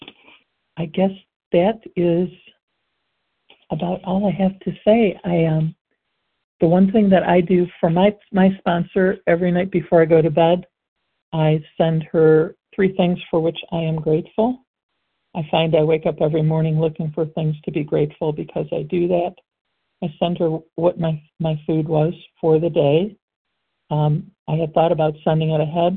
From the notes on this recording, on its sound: qualification from the 100 Pounders Phone Meeting